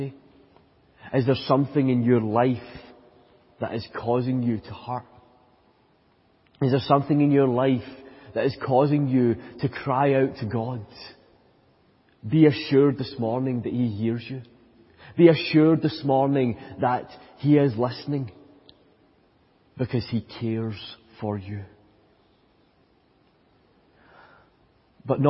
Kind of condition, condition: setting, large echoing room